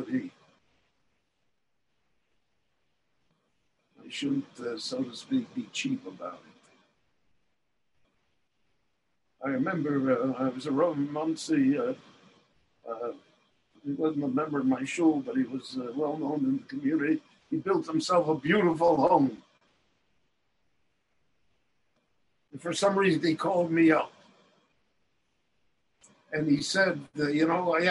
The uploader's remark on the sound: The following lecture was delivered LIVE in Jerusalem via Zoom on January 28, 2021.